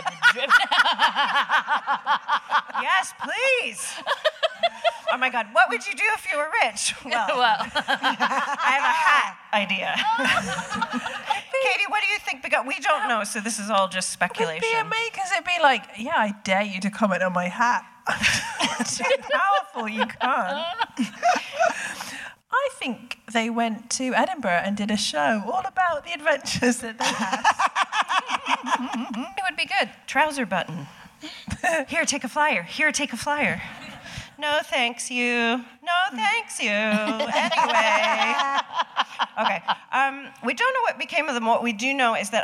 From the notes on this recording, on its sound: We finally heard from a member of the audience